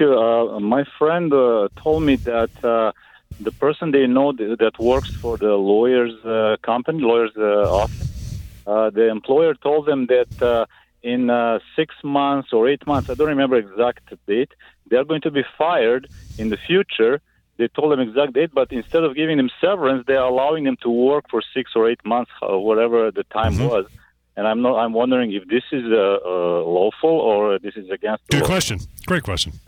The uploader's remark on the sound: Answering phone calls and emails. The Employment Law Show.